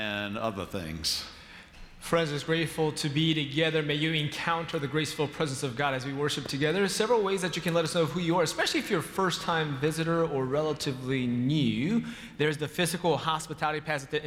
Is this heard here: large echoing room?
yes